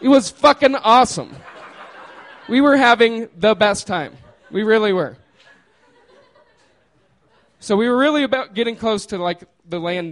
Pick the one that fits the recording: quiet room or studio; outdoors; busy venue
busy venue